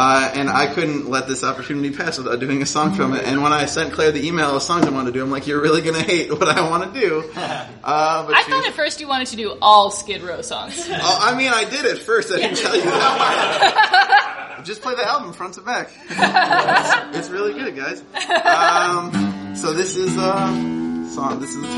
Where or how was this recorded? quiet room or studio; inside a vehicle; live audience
live audience